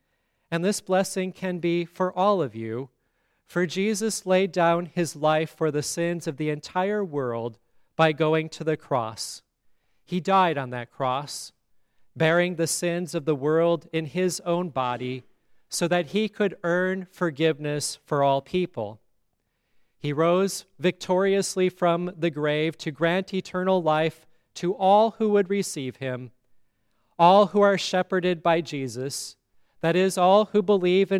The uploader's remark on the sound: Listen to the funeral sermon for Shirley Bertz at Grace Lutheran Church, Lexington, MO.